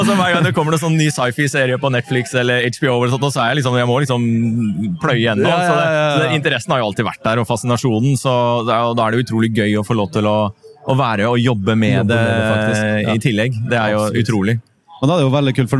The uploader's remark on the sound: S4 EXPO LIVE.